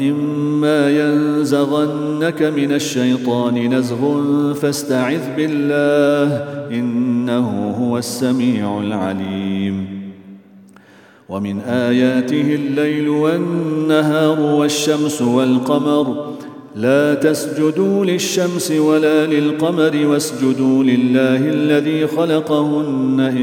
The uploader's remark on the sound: at the Houghton Masjid (West Street)